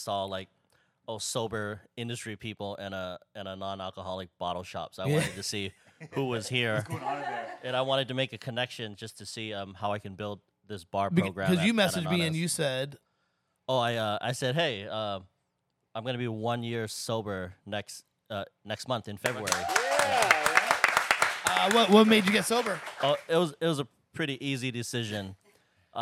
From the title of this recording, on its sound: The One Year Anniversary Live Podcast